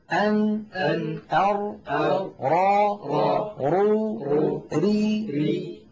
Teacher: الراء تلاحظون بأنها أعمق قليلا، أدخل إلى غار الحنك